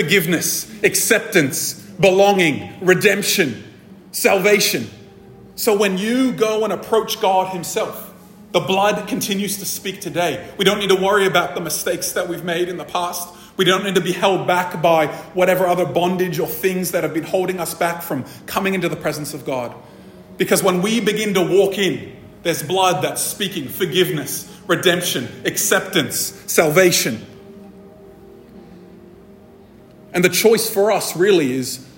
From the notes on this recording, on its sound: This episode was recorded at a Thrive Community gathering